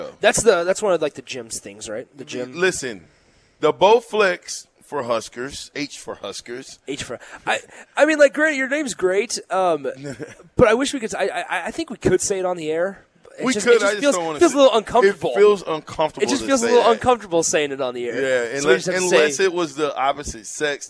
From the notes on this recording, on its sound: Live from Wingstop